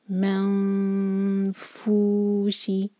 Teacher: فا کے لیے ہمارے اوپر کے دانت جو ہیں نیچے ہوٹ کے قریب آتے ہیں نا تو اس طرح ہم اس کو چھپائیں گے منفوشی فو · Term: اخفا